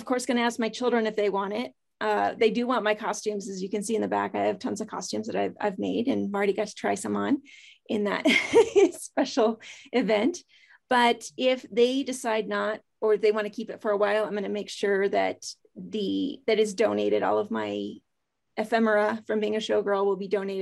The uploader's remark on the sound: This short story was clipped from my live virtual Show & Tale